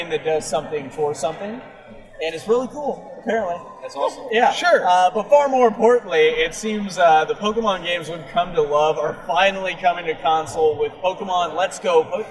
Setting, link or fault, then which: setting, busy venue